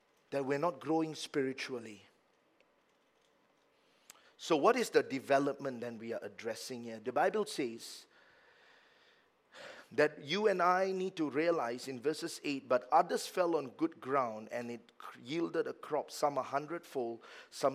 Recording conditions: large echoing room